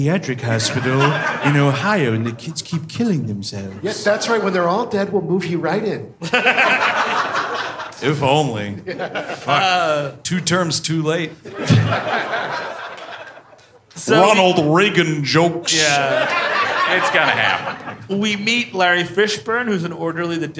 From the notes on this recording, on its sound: Live in Cleveland. At Hilarities in Cleveland, OH.